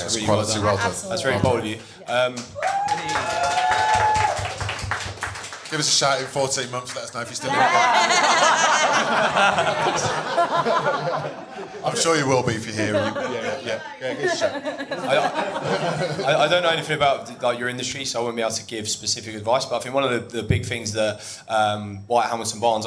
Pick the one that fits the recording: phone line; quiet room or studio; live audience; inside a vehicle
live audience